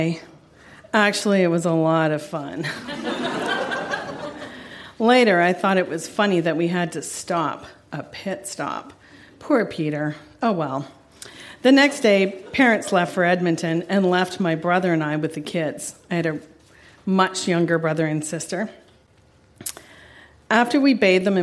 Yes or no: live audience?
yes